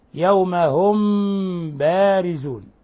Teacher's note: المذهب الثاني مذهب أهل العراق وهو إطباق الشفتين